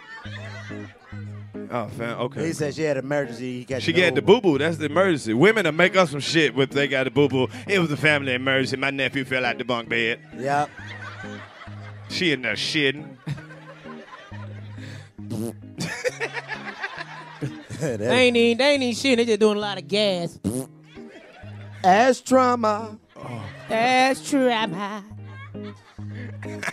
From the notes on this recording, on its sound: In the second live 85 South Show from The D